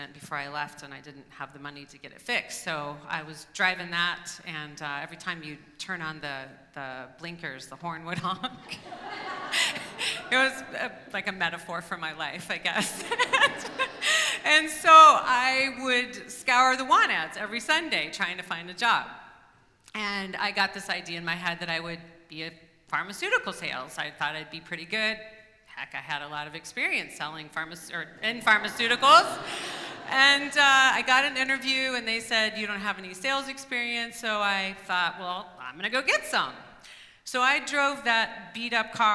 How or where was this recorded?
live audience